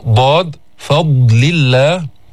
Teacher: حرف مستعلي فيه تفخيم، يرتفع أقصى اللسان عند النطق به، ضاد فضل الله، وحرف مطبق كما قلنا، وحرف رخو منه حرف شديد، يعني بيمتد الصوت عند النطق به.